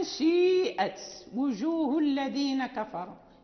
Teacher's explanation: قراءتي الإمام نافع. كذلك فلما رأوه زلفة سيئت وجوه الذين كفروا، سيئت يعني الكسرة وهي الأكثر وجزء من الضمة، جزء من الضم · Term: الإشمام